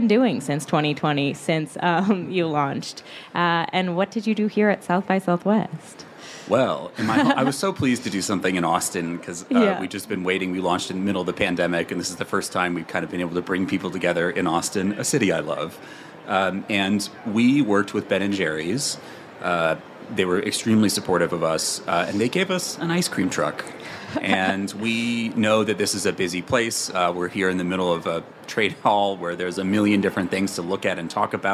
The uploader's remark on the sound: Climate Activism at SXSW. Recorded live on stage during the festival this March.